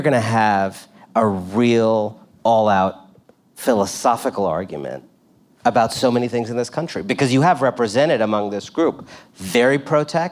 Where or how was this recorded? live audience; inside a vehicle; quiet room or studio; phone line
live audience